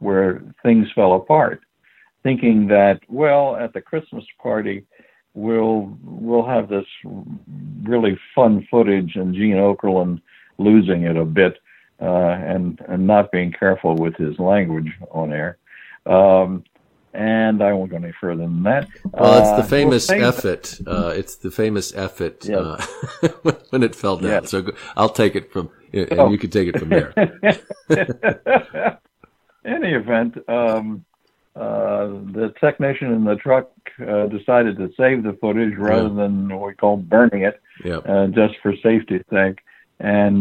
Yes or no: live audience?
no